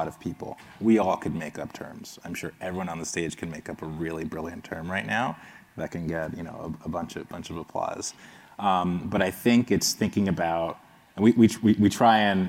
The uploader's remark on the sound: The panel discussion took place on June 10, the second day of CoinDesk’s Consensus 2022 festival in Austin, Texas.